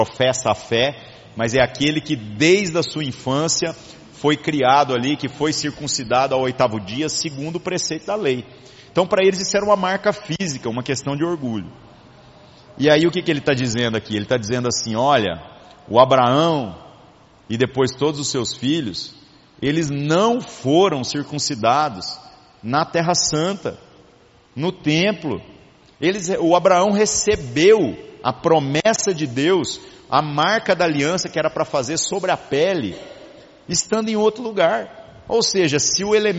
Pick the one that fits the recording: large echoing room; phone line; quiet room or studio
large echoing room